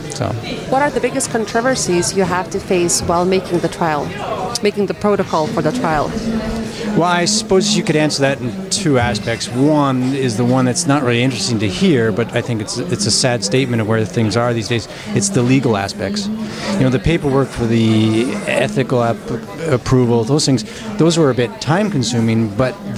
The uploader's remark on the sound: We continue with another live recording from ESVS AM 2023.